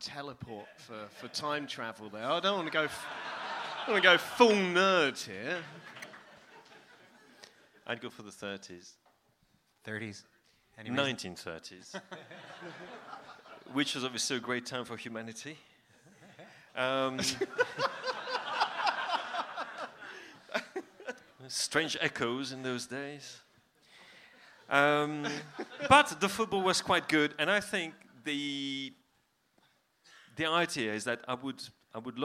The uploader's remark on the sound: Our Q&A event at Dublin’s Sugar Club held on Monday 24th April. The first half of our Q&A event at Dublin’s Sugar Club.